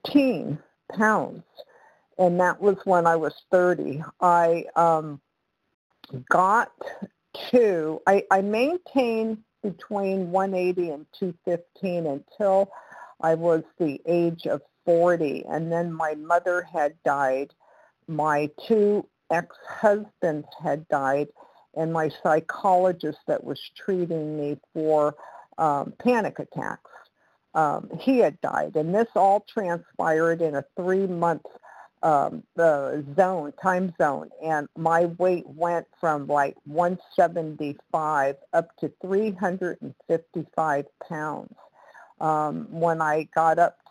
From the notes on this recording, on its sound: 100 Pounders Phone Meeting